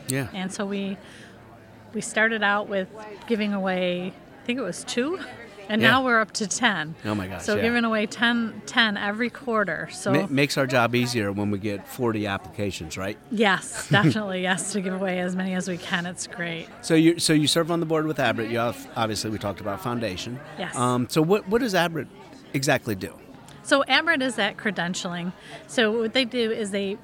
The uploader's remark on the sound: Live From ASET 2023!